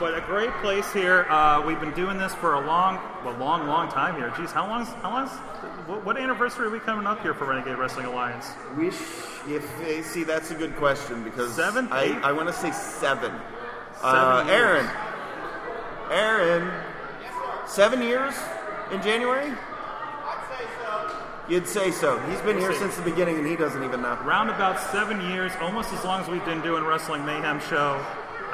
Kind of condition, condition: setting, busy venue